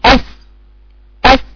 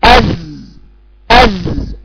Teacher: انحصار الصوت من الثنايا العليا ورأس اللسان وخروج الصوت من فرجة صغيرة بينهما · Shown in: second take · هو ده اللي بيسبب الصفير.